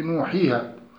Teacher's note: وتعريفه: هو المد الذي لا تقوم ذات حرف المد إلا به، ولا يتوقف على سبب بعده كالهمز والسكون كما في نوحيها، فإنه يجب إطالة الزمن الصوت في الواو والياء والألف، وإلا صار اللفظ نوحه. فذات الواو والياء والألف لا تتحقق للسامع بدون هذا المد، ويسمى أيضا المد الطبيعي، وذلك لأن سوي الطبع والنطق والتلقي لا ينقصه عن حده ولا يزيد عليه، وسمي بالأصلي لأنه أصل لجميع المدود.